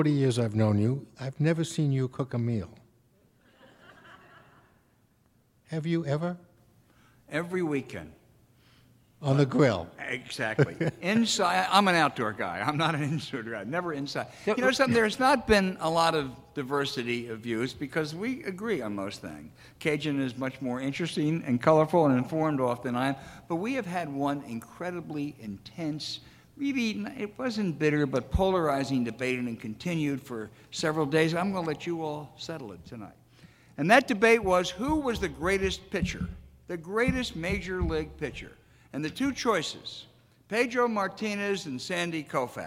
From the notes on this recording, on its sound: Was recorded in front of a live audience at Heinz Field in Pittsburgh, Pennsylvania.